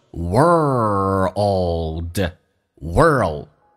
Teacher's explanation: world 这个单词很难发，首先重度卷舌，然后再发 l 这个发音，l 这个发音是舌尖抬起来靠向你的上齿龈